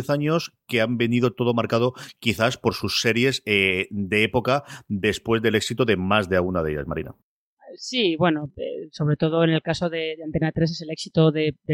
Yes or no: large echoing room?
no